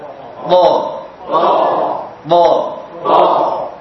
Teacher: Lidahnya sama dengan Ta, namun pangkal lidahnya dinaikkan. Pangkal lidah bagian belakang dinaikkan sehingga muncul suara yang tebal.